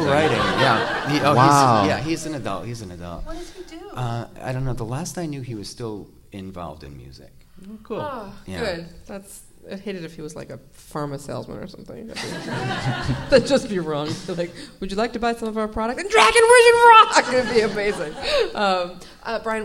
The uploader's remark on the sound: Live from PodX! Live at PodX, the podcasting convention.